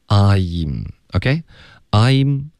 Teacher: 所以一定要注意是 I,你听到 E,后面你的嘴唇才能合上发一个嗯 · Term: 双元音